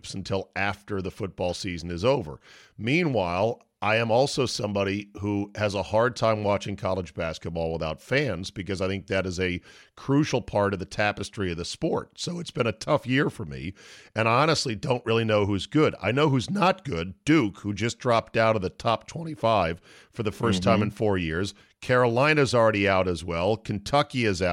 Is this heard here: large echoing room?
no